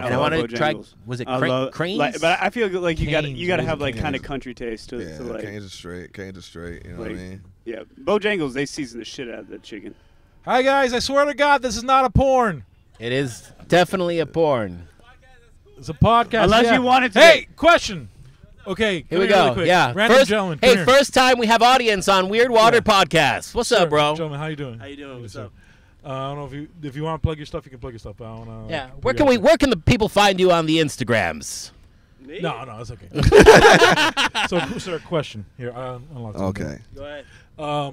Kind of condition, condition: setting, busy venue